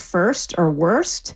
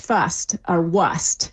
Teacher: So that's where we really see the R starting to drop, right before S's. · Shown in: second take